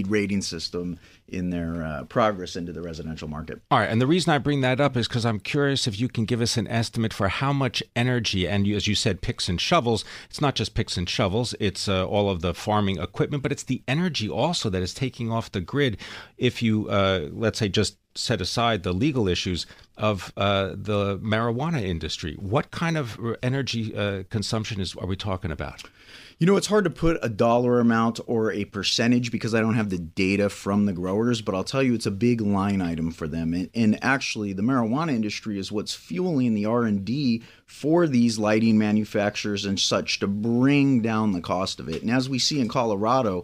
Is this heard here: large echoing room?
no